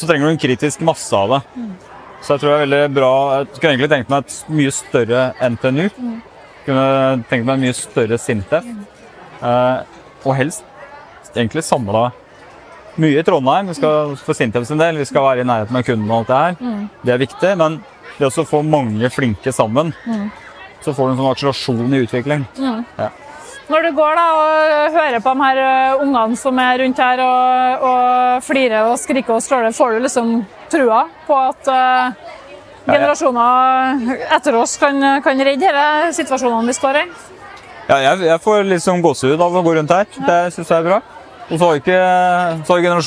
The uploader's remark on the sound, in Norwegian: Nomono er en SINTEF-spinout og har utviklet et bærbart podcast-studio, som med sin utrolige lydteknologi har gjort det mulig å for eksempel spille inn en podcast direkte fra et bråkete telt under Trondheim Skaperfest. Trondheim Tech Ports InnovasjonsPodcast ble spilt inn under årets Trondheim Skaperfest , midt på torvet i teknologihovedstaden Trondheim. Podcasten er gjort mulig i samarbeid med Nomono , som lånte oss sitt bærbare podcast-studio, fylt med splitter ny lydteknologi fra SINTEF .